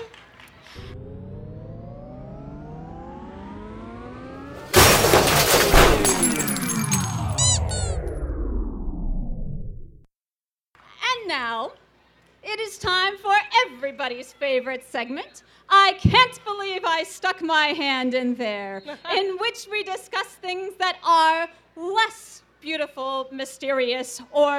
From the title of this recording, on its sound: Live from the Yakima Folklife Festival